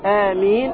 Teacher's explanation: آمين بالتخفيف لتخفيف الميم